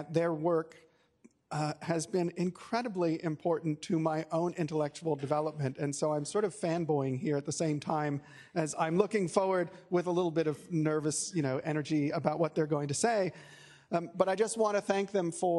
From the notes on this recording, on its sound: This recording is from the Sydney Environment Institute's launch